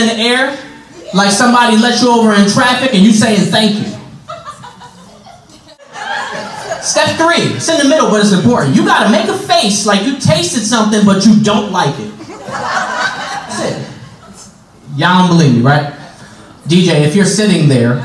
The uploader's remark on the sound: LIVE FROM FUNNY BONE